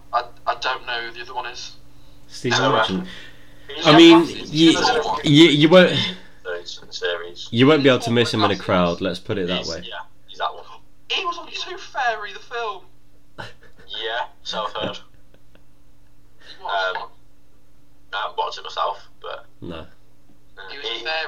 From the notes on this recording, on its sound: With bad audio.